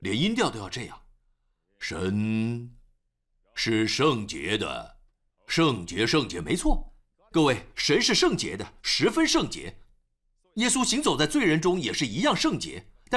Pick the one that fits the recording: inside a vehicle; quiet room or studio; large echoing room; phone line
large echoing room